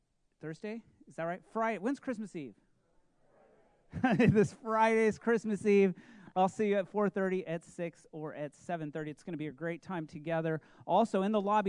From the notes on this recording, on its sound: This message was recorded at a Sunday service